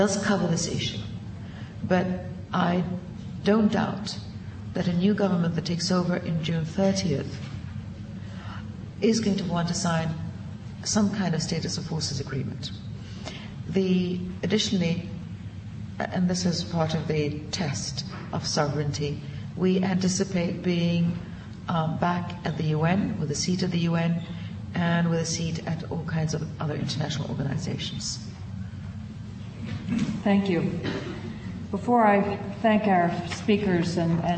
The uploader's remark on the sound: Princeton Colloquium on Public and International Affairs - Day One - Dodds Auditorium 1:00 pm session